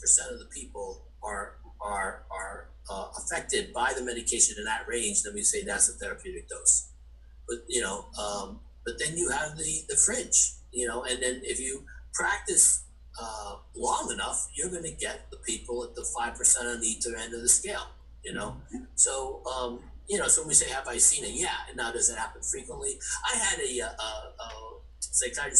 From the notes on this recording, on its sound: Please forgive the sound in the last few minutes. We had a microphone go out, and had to rely on our backup!